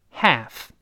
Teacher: 这个 L 是不发音的哦，直接发一个 a 就好了